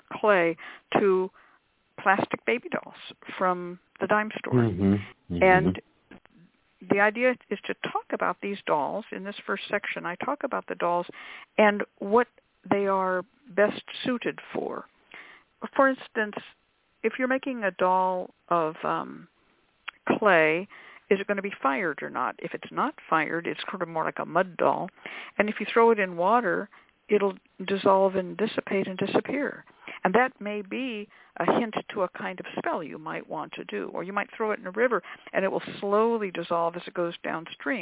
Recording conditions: phone line